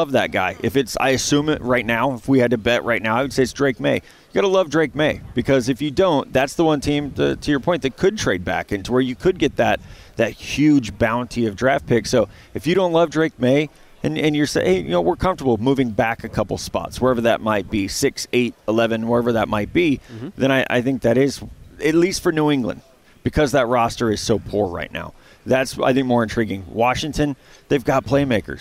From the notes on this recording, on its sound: live from the NFL Combine